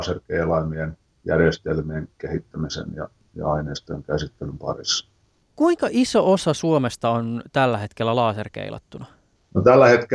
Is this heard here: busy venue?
no